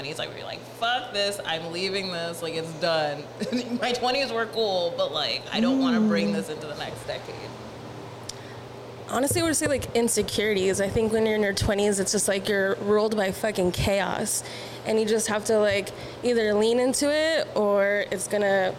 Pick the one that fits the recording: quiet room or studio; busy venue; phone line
busy venue